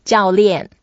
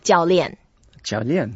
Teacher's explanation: both are fourth tone, so we both go down, and then we have to make some effort and sound like very energetic and very happy.